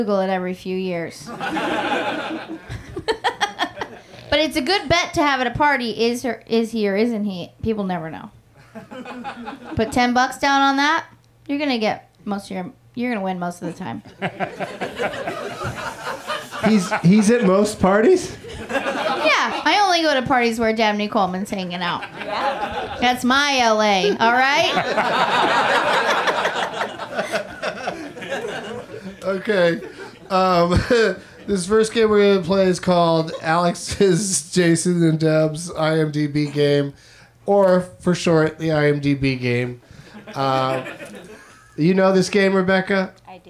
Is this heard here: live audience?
yes